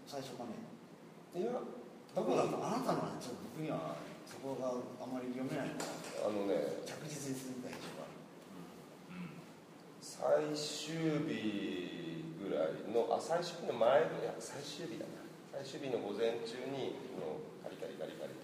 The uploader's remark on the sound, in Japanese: 会場：金沢美術工芸大学 展示室。OUTBOUNDー彫刻シンポジウム外伝 のトークイベントの録音です。